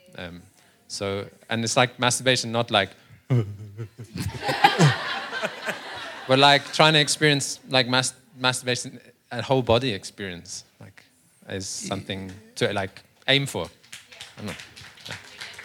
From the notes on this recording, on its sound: A very intense conversation between the live audience and the guest hosts. A few debates amongst the audience is what made this episode magic.